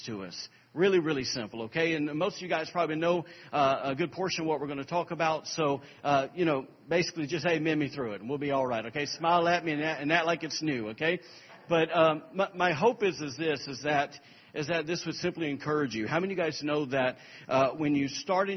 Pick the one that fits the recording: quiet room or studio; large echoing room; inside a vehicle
large echoing room